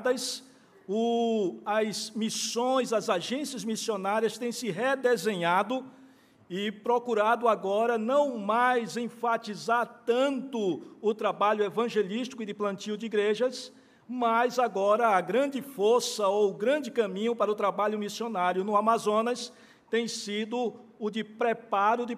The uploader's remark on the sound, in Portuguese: no culto presencial e transmitido ao vivo no domingo à noite (18h) por ocasião do 88º aniversário da igreja (30/04/2022).